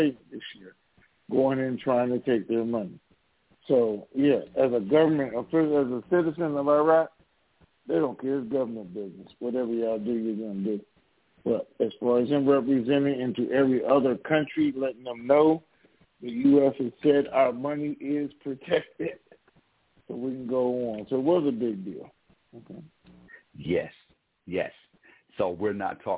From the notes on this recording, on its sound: Conference Call.